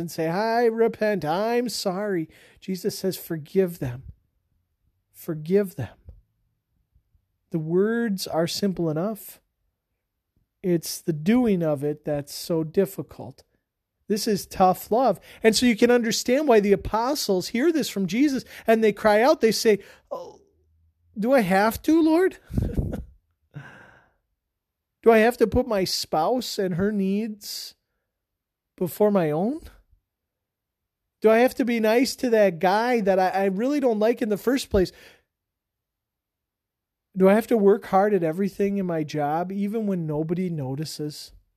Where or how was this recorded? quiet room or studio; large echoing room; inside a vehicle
large echoing room